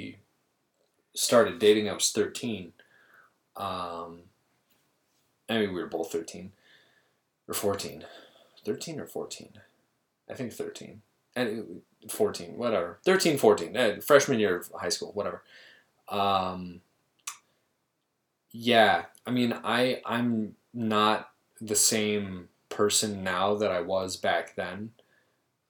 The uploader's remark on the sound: The audio in this video is a little off, as I realized halfway through that my interface was on, but not plugged in. Hopefully I was able to clean it up well enough to make listening tolerable.